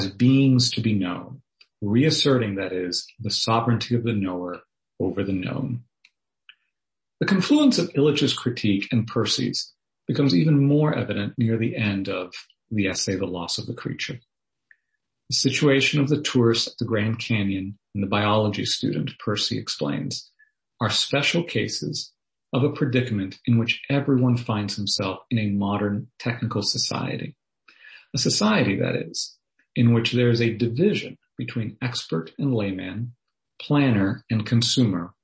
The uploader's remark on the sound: was delivered as a Zoom webinar on Wednesday, March 3rd